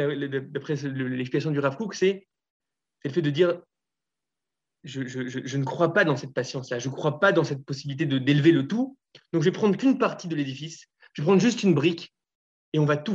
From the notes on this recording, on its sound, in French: Nous diffusons ici l'enregistrement du premier Zoom de Shofar